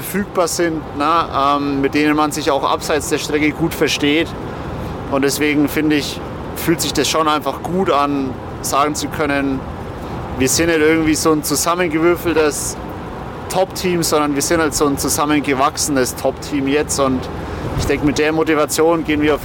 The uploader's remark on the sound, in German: Vergangenes Wochenende haben wir unser Mikrofon wieder heimlich mit in die Sporttaschen der Jungs gepackt und herausgekommen ist wieder eine feine Live-On-Tape Folge - ungeschönt - ungestellt. Das Wochenende in Viernheim zum Saisonabschluss der zweiten Bundesliga Süd.